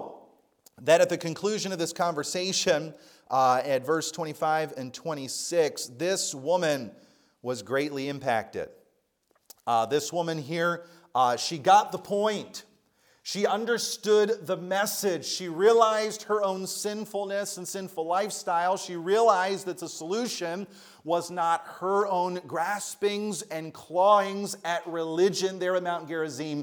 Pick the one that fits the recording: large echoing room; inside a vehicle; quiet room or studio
large echoing room